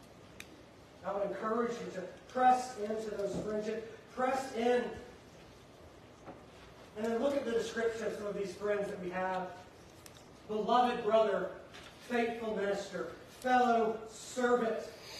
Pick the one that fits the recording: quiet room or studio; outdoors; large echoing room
large echoing room